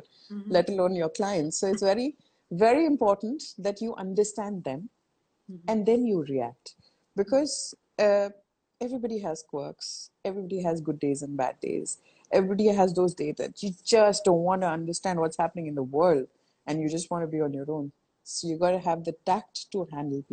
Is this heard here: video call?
yes